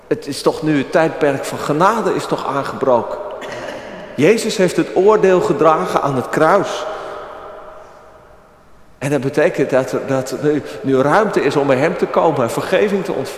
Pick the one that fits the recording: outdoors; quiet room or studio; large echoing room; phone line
large echoing room